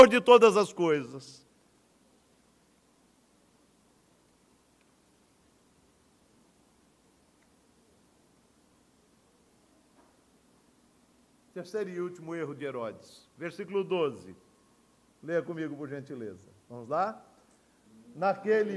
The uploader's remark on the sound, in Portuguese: No culto presencial e transmitido ao vivo no domingo a noite (18h) por ocasião do 89º aniversário da igreja.